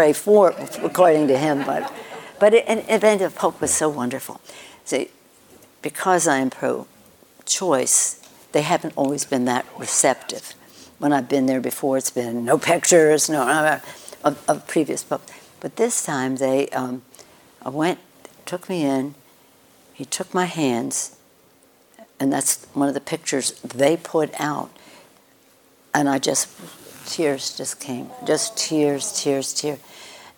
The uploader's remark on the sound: on stage at KQED Live